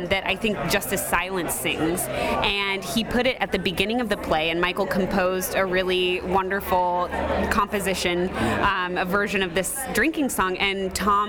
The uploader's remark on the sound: Recorded live at The Celtic Knot in Evanston; Where else to talk about Henry IV but in a pub?!